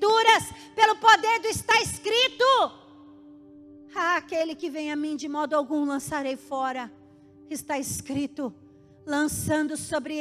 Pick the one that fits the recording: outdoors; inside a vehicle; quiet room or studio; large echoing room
large echoing room